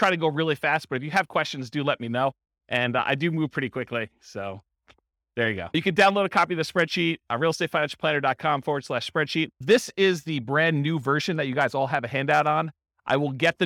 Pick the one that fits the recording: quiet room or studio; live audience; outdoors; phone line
live audience